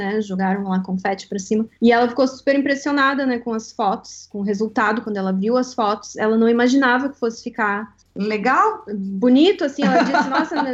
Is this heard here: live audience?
no